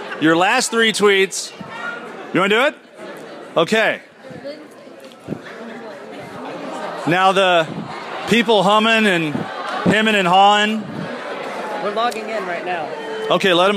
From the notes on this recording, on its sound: Live from Twin Lakes. This show kicks off with a live studio audience on the campus of Twin Lakes.